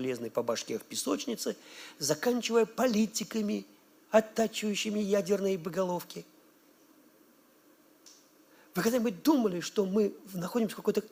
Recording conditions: large echoing room